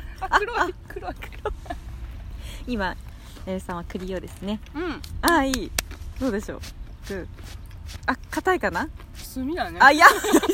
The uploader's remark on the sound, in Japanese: 今日は芋と栗をつつきながらの収録だよ！岐阜県のシンボル、長良川のほとりにて火を起こし、芋を焼き、栗をころがし、きのこを食らう。というわけで、野外収録です！秋の空、鳥や川と山々の音すべてを、まるっとパッキングしましたよー！